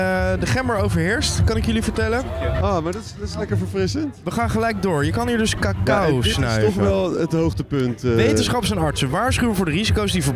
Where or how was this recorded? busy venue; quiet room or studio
busy venue